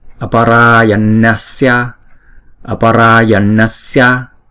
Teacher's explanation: Thì chúng ta đọc chữ ra là chúng ta phải đọc hai nhịp. Chữ na là chúng ta cong lưỡi lại và búng ra.